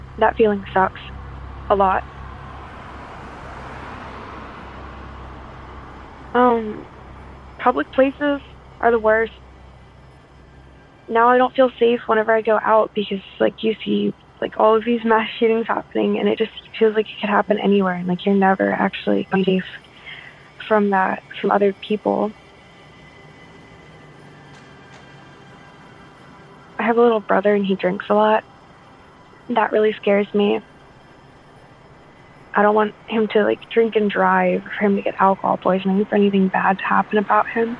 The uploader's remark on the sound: called in to us from Maryland